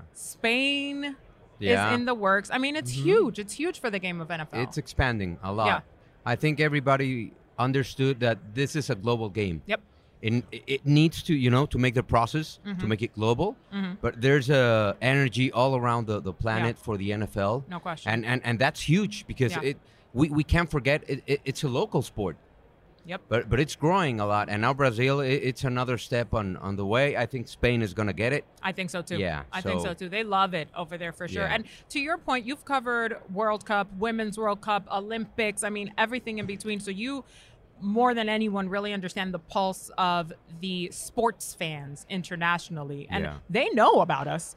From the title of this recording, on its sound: Live From Radio Row